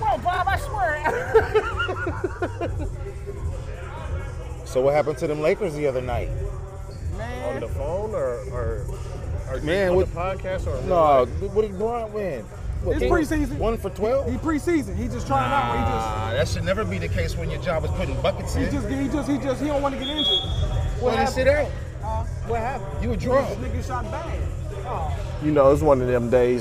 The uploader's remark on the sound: On This Episode Of The Podcast We Are On Location At Southeast High School For The Men’s Basketball League